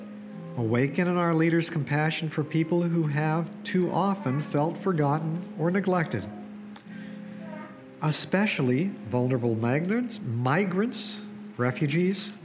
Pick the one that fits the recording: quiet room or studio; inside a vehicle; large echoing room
large echoing room